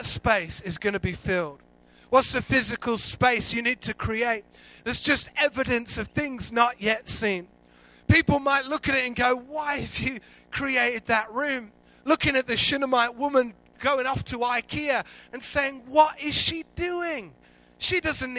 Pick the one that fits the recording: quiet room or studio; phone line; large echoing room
large echoing room